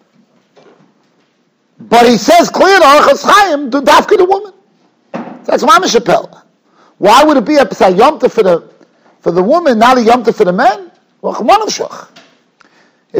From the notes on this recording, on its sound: Shiur recorded in Yeshivas Ohr Reuven, Monsey, NY.